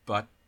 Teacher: most of the time when I say the word but at the end of a phrase, I'm not going to aspirate it or even release it. But instead of but or but. · Term: no audible release